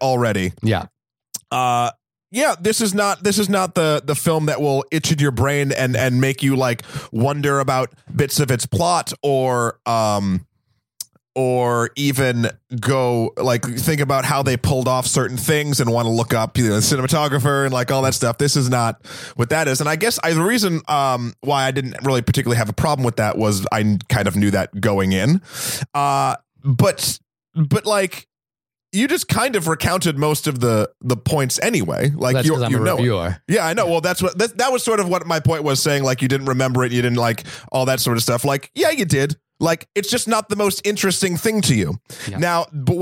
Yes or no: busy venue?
no